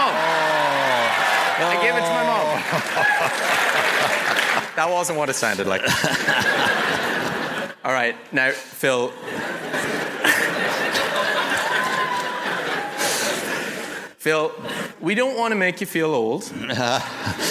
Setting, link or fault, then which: setting, live audience